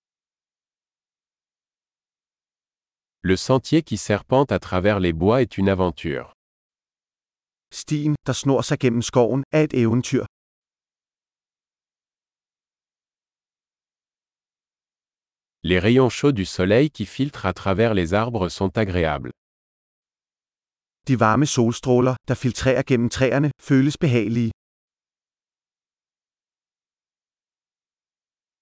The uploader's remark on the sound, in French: Une promenade dans les bois. Le bruit du murmure du ruisseau est thérapeutique.